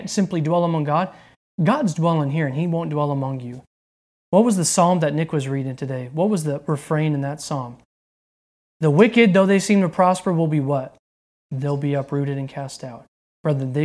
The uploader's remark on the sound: delivered on October 3rd, 2020 at Redeemer Community Church